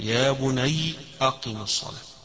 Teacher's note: قراءة قنبل عن ابن كثير، حيقرأها يا بني بالتسكين فيها